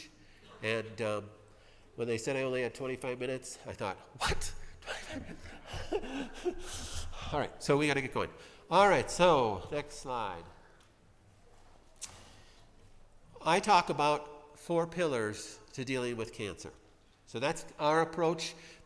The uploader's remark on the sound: Spoke at the 45th Annual Cancer Control Society Conference. At the lovely Hilton hotel in Glendale, California.